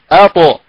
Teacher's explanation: والطاء الساكنة فيها قلقلة